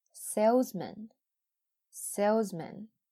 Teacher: 它的元音是梅花 i，但是在 salesman 里边，那它的重它不在重音上，所以呢，它不再是梅花 i · IPA: /ˈseɪlzmən/